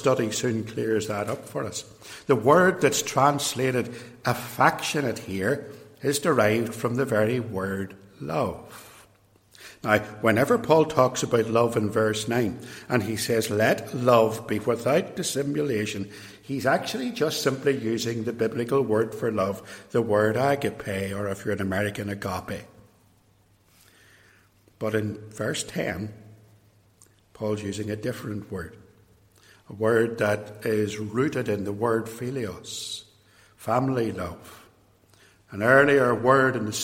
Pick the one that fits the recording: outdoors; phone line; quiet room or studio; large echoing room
large echoing room